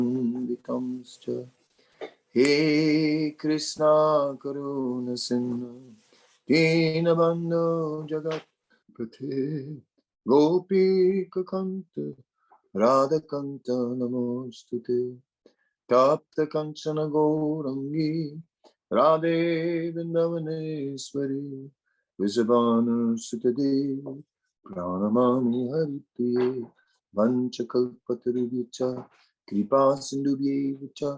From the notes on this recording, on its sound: Zoom Meeting